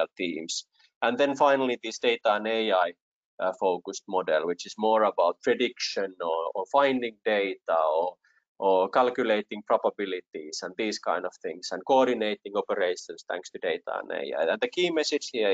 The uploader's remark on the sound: Recorded as part of World Summit AI, AI in Action webinar series, 11th June 2020